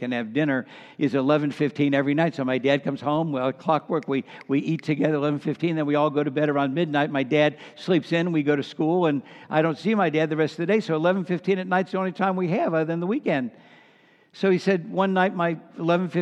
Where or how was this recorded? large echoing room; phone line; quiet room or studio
large echoing room